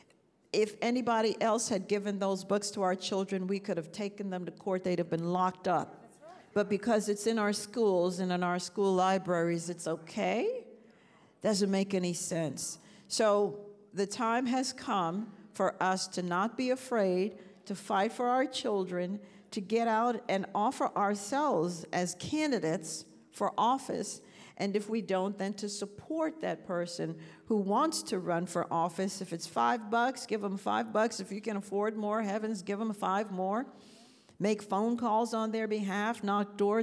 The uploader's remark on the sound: This special episode of Women for America was recorded at Concerned Women for America's recent Leadership Summit 2023.